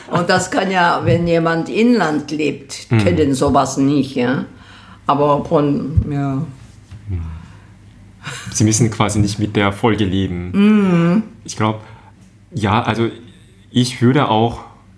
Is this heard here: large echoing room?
no